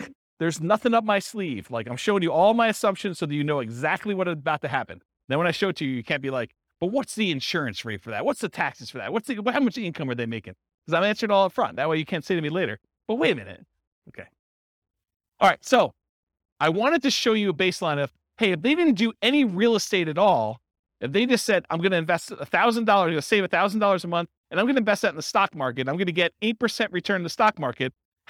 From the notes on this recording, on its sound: This was a live class recorded